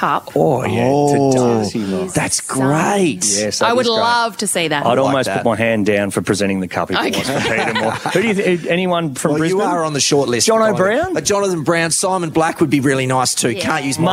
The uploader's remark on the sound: Live from the MCG on Grand Final day!